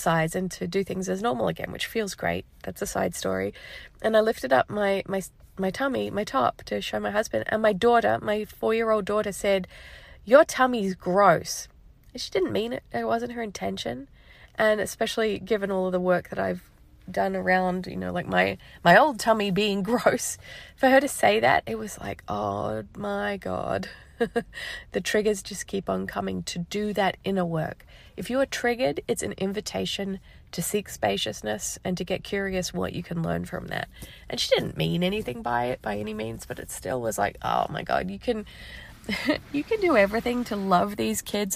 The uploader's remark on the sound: This episode is pretty raw and has been recorded on my phone, in the car, outside of Target in Las Vegas. I left my house to take a drive and get some space.